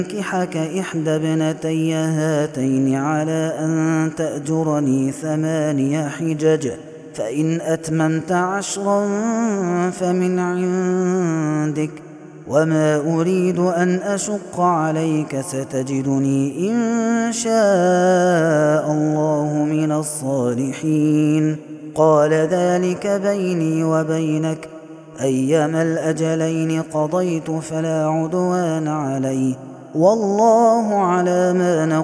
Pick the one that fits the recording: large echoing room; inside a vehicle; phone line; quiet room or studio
large echoing room